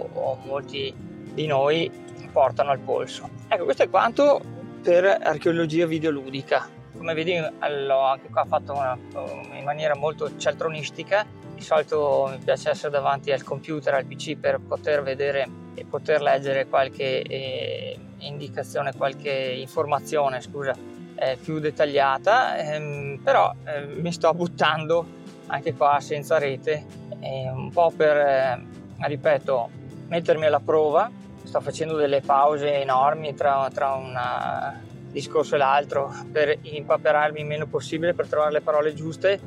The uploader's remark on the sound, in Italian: registrazione del podcast muovendomi in auto